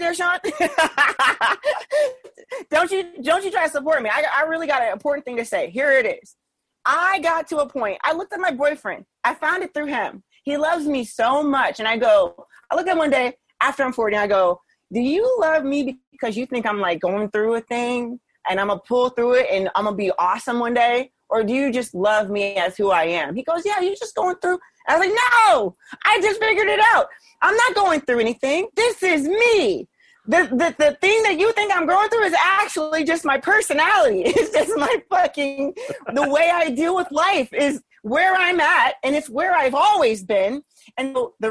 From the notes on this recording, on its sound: spoke with me over Zoom